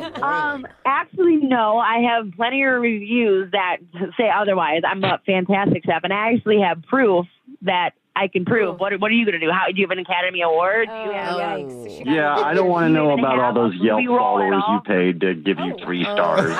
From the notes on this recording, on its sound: The guy on the phone today